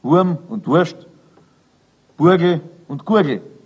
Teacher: es klingt auf jeden Fall ein A nach, mit dem U zusammen in einem einzigen Öffnen des Mundes gesprochen